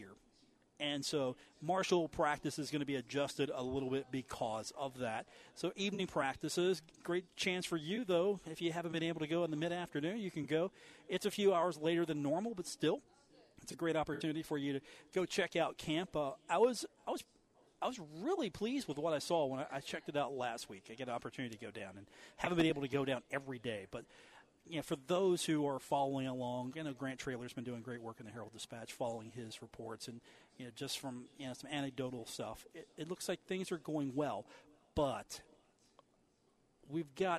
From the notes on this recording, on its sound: coming to you live from the Union Pub & Grill.